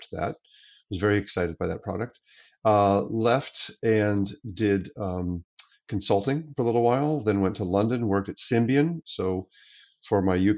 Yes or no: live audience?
no